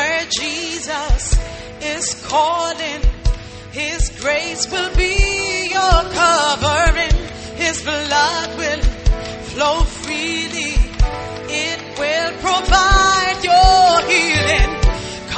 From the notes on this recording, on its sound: Preached at The Lighthouse Chapel International, King of Kings Cathedral.